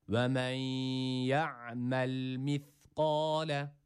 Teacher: Lam sakindir, hareke vermiyoruz.